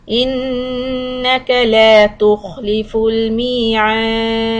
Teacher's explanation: And Ayn and Alif, you're going to stretch 3 to 5. And Dal will be a Qalqala in the end.